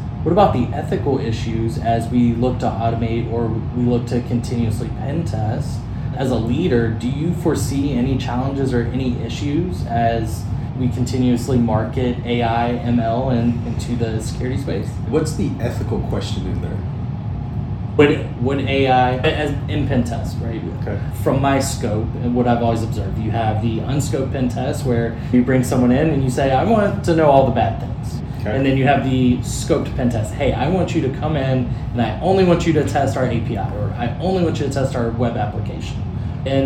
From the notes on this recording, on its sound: at RSA Conference